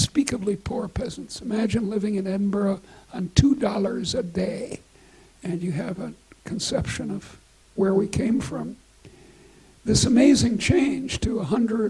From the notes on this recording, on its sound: recorded at the University of Edinburgh